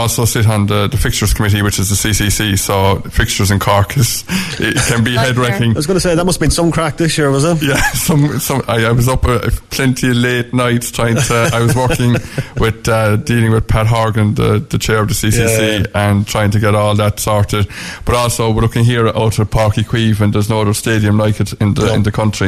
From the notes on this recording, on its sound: live from Pairc ui Chaoimh to celebrate the launch of the RedFM Hurling Leagues